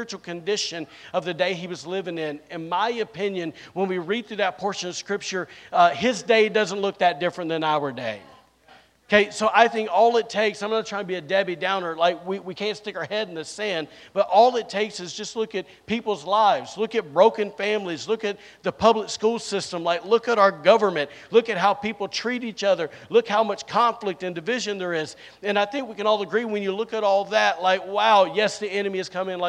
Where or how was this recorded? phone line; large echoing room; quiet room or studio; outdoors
large echoing room